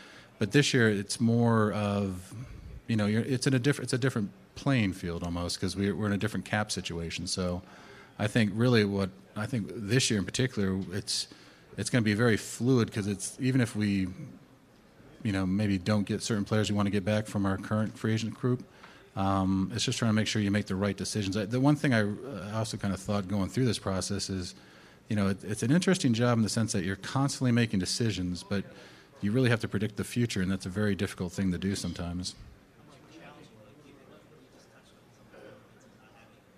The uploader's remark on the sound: Combine Press Conference.